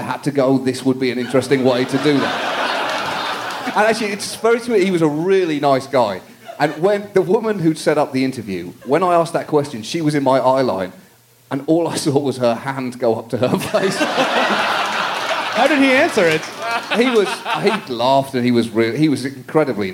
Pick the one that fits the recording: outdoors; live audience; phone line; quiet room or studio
live audience